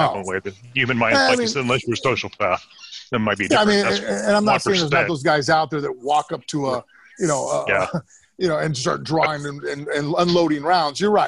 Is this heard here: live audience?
no